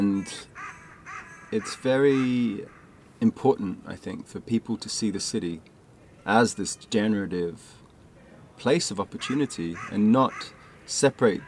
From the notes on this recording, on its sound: Recorded recently, outside at the Bethnal Green Nature Reserve Trust, overlooking the Phytology Medicine Garden.